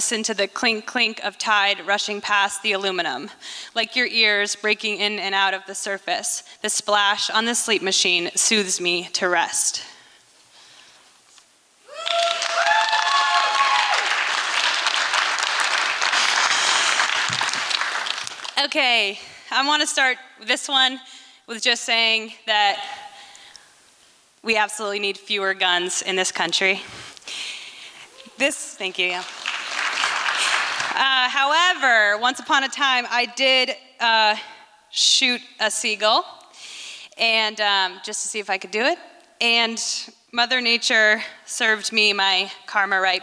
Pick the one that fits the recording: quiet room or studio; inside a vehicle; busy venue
busy venue